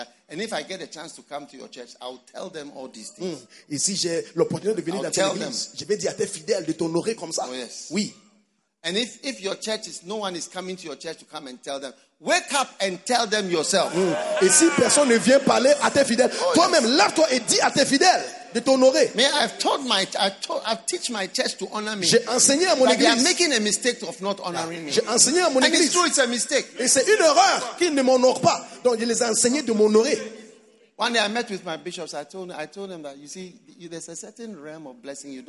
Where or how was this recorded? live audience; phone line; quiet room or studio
live audience